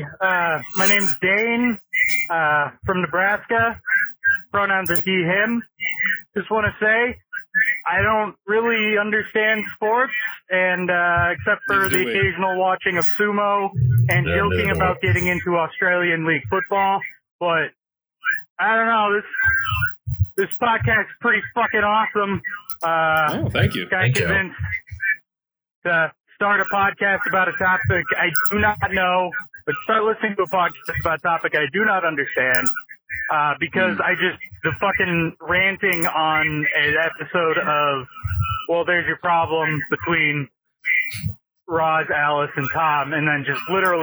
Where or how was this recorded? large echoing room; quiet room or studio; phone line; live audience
phone line